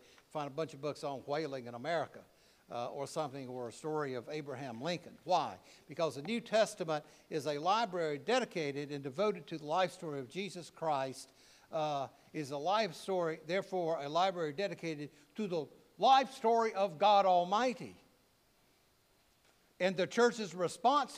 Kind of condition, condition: setting, large echoing room